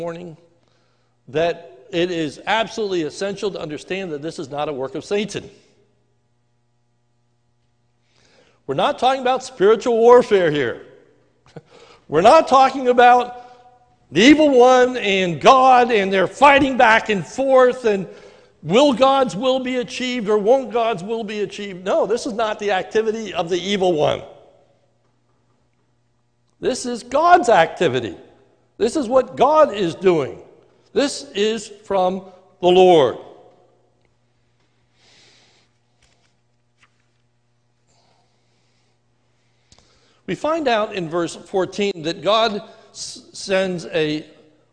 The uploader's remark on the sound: A sermon recorded live at the Lebanon Bible fellowship Church in Lebanon, PA. During the morning service.